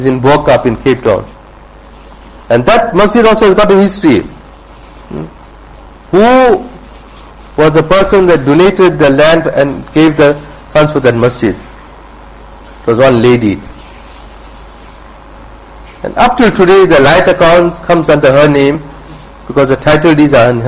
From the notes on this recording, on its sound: Jumuah Lecture at Musalla Musab bin Umayr